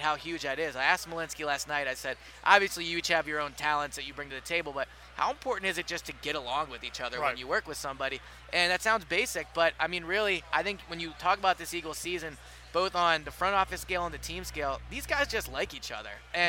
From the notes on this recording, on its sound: Day 2 from Radio Row at the Super Bowl.